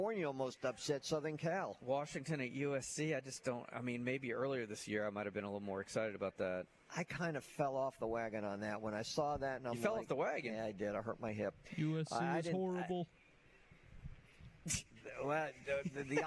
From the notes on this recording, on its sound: LIVE at Wingfingers!